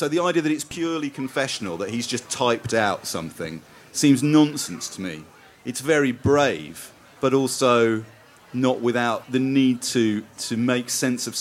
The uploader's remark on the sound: In a special edition recorded at Port Eliot Festival